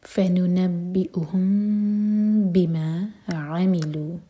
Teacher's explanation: empty ہے اس کے بعد ہے بیما، تو یہ اخفاء شفوی، میم کو ہولڈ کریں گے پھر با پڑھیں گے اور ہوٹوں کو ٹائٹ بند نہیں کریں گے